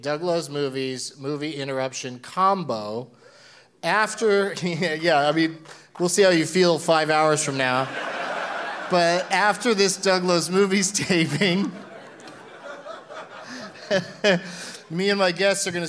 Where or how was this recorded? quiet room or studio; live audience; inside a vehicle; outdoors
live audience